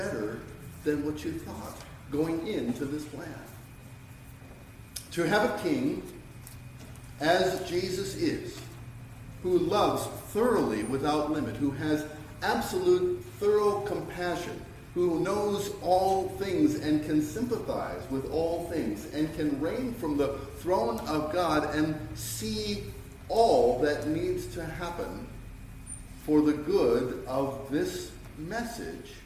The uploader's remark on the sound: Sermon preached on 12-24-2023